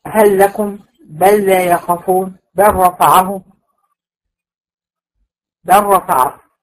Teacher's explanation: لام الحرف دائما مظهره، على طول مظهره، الا إذا جه بعدها لام أو راء